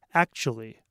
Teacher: sometimes when we say the word actually, it sounds like it only has three syllables. One, two, three.